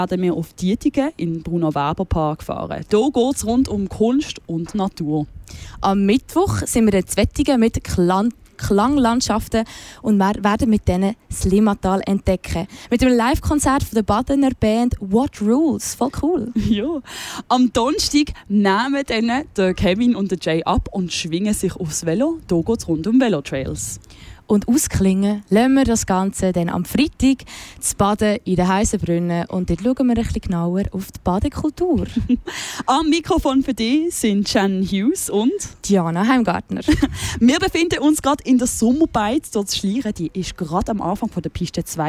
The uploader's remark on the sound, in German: Deshalb zog unsere Ausbildungsredaktion los und sendete in dieser Woche live vom Ufer der Limmat.